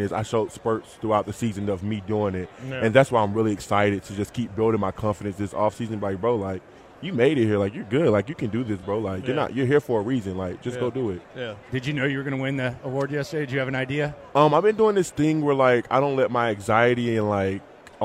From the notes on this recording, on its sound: Final Hour LIVE At Radio Row In Las Vegas.